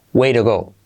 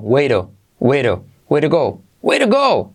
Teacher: Way to se convierte T como R suave y esa U más bien como una O